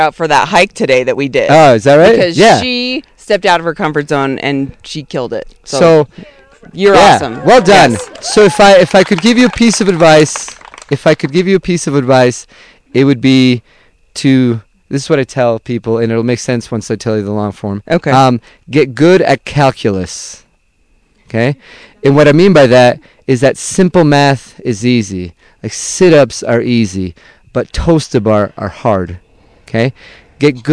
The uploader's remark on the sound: Ep.272: Live At Camp Timeout. Live from our most beautiful podcast location yet – under the stars at Camp Timeout!